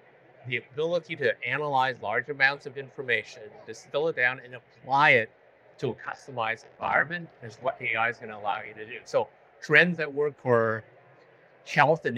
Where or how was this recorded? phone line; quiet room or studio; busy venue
busy venue